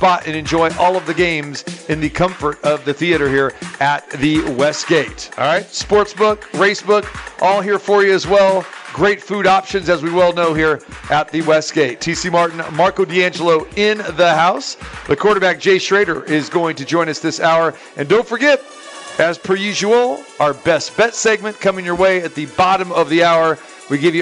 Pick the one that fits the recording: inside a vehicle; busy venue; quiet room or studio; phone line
busy venue